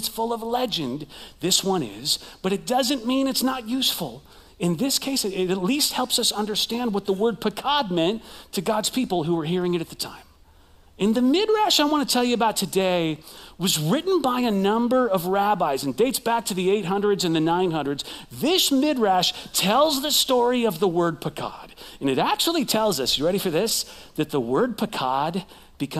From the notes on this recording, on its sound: Recorded live at CrossWinds Church